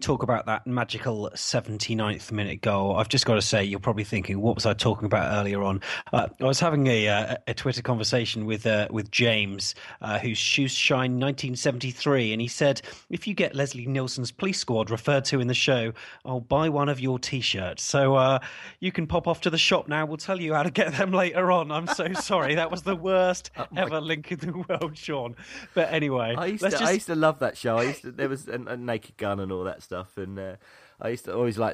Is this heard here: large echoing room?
no